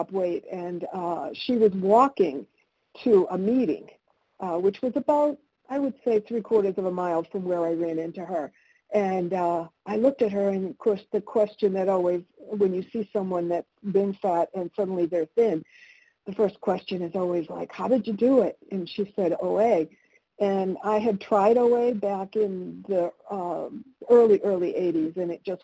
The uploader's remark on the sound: 100 Pounders Phone Meeting